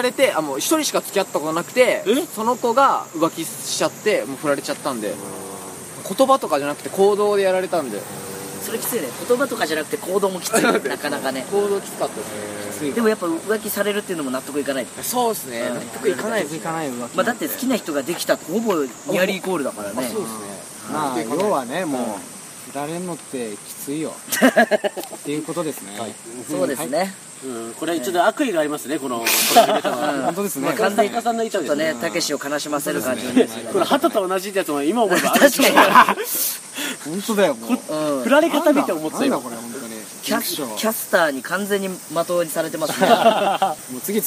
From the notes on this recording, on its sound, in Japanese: 撮影ため高尾山での収録。蝉しぐれに包まれた味のあるトークをご堪能ください。